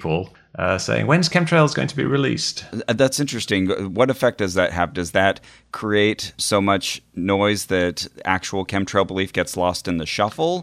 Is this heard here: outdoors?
no